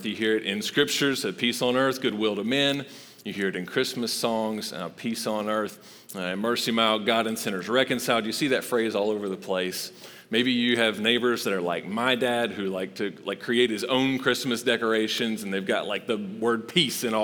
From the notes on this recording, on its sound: Recorded live at Long Hollow Church on December 13, 2022.